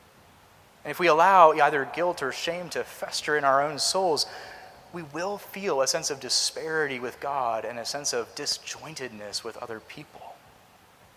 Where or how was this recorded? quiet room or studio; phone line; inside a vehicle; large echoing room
large echoing room